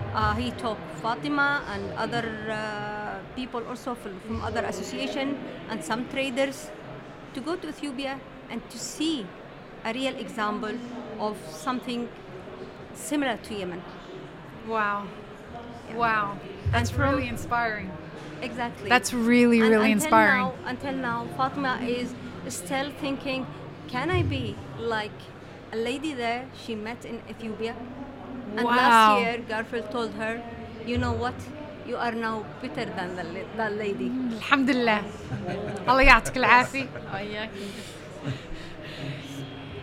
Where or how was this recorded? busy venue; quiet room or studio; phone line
busy venue